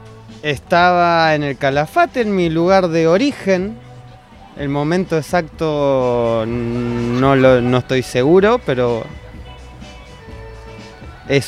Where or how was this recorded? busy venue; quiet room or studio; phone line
busy venue